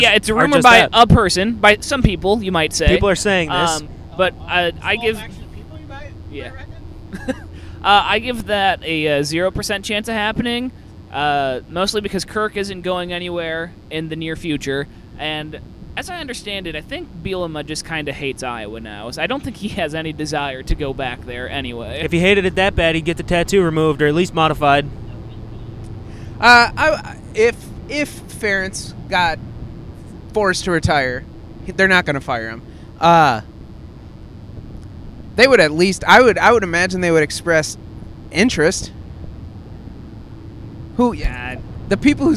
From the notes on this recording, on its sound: We recorded live on the way to Columbus